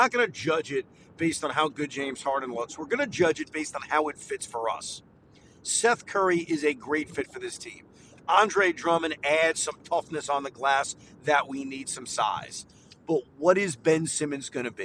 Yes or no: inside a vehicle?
yes